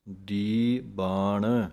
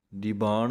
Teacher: ਲੇਕਿਨ ਜਦੋਂ ਅਸੀਂ ਪੜ੍ਹਨਾ ਹੈ, ਚਾਹੇ ਇਕੱਠਾ ਆਵੇ ਚਾਹੇ ਨਿਖੇੜ ਕੇ ਆਵੇ, ਦੀ ਨੂੰ ਵੱਖਰਾ ਬੋਲਣਾ ਹੈ, ਬਾਣ ਵੱਖਰਾ ਬੋਲਣਾ ਹੈ · Shown in: first take · ਦੀ ਬਾਣ ਦੀਬਾਣ ਇਕੱਠਾ ਨਹੀਂ ਬੋਲ ਜਾਣਾ।